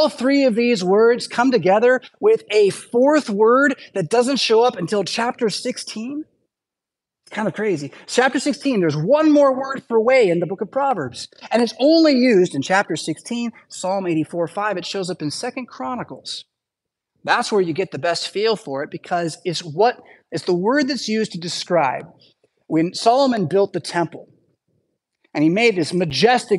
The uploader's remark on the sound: Preached at St Paul Lutheran Church , Rockford, Illinois